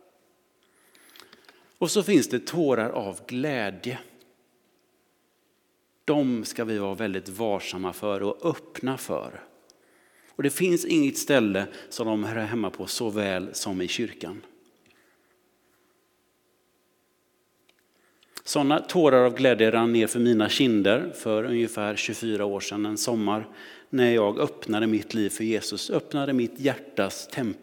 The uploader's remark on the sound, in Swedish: Inspelning från Immanuelskyrkan Skövde.